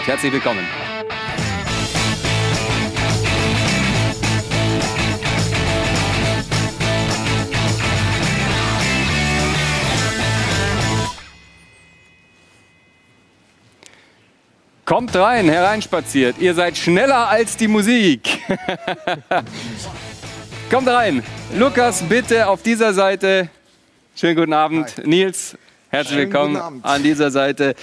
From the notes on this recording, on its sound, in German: Die Volkswagen Tailgate Tour live - Mixed Zone! Dieses Mal als Warm Up vor dem großen Spiel. Neben Gesprächen mit Fans.